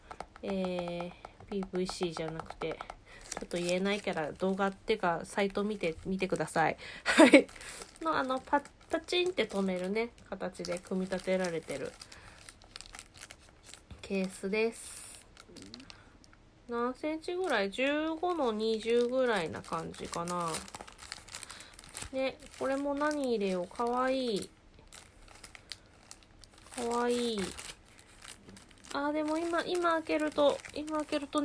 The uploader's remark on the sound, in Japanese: 雑音注意